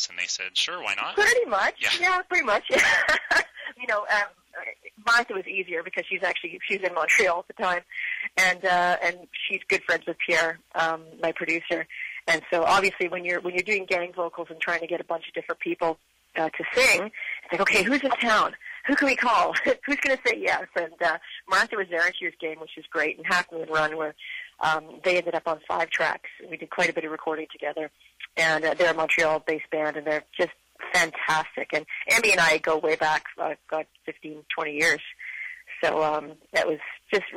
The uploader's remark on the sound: called